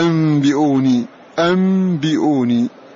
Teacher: نون ساكنة بعدها باء تقرب إلى ميم ثم تخفى عند الباء · Term: الإقلاب